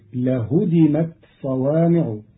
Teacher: قرأ قالون كلمة لهدمت بتخفيف الدال فتصير لهدمت صوامع بتخفيف الدال، على أنه فعل ثلاثي مجرد.